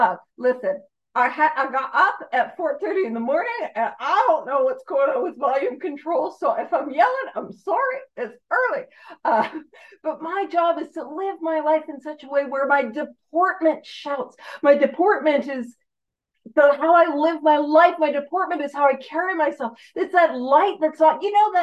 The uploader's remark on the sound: On the Zoom platform 12/10/2023. Gives a talk on Step 12 on the Zoom platform.